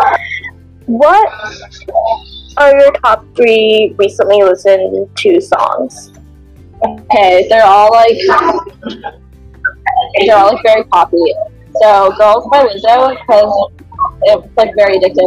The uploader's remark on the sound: apologies for the background noise in this episode